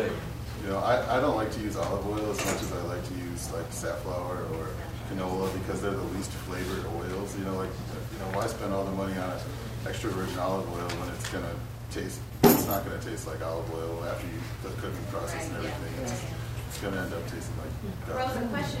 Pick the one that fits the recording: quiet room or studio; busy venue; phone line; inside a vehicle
busy venue